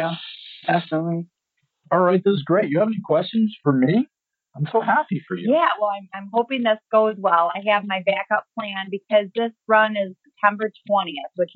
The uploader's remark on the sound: After we were done with the first one I found that it had an awful digital click in it that would make you crazy, so I interviewed her again. The bad news is that in order to get the click out they really had to step on the audio so the resultant quality is not so great. You’ll find it a bit clipped and roboty sounding in places.